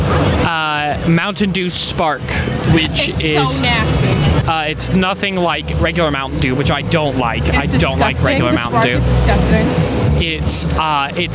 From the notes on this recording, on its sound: On location at UNA's homecoming football game! Listen in as they pull people from homecoming festivities and have fun on the spot interviews!